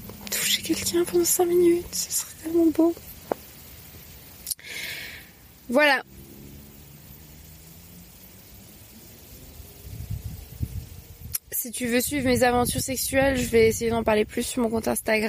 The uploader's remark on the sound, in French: enregistré en août 2020, sur mon chemin en Normandie